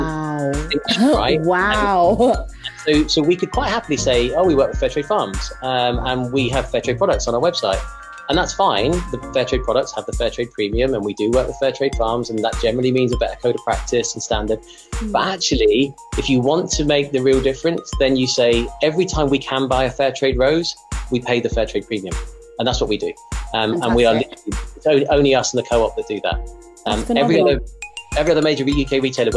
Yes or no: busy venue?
no